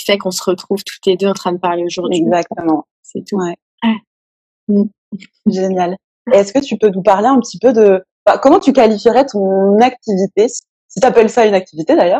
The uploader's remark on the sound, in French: une interview réalisée lors d’un live sur mon compte Instagram